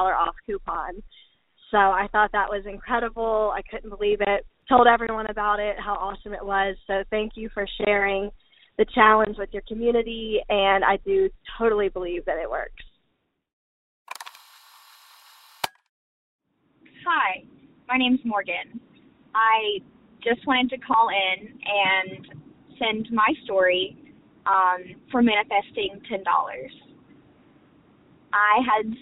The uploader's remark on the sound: Those people in our community who called into the podcast hotline to tell me, to tell us, about their experience with the Ten Dollar Challenge.